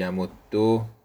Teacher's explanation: حالا دو تا دال داریم که اولی ساکن، دومی متحرکه، در هم ادغام میشه، میشه یمد دو. دال رو به صورت مشدد تلفظ میکنیم